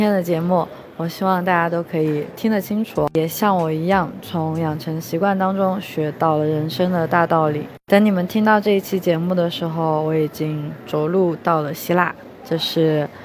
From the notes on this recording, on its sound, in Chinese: 这一期在克罗地亚的杜布罗夫尼克机场录制